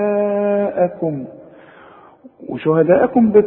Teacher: الالف شوف في الف عليها شرطه عريضه كده وبعدها همزه يبقى ما دام عندي مد وبعده همزه يبقى لازم امد المد ده ايه اربع حركات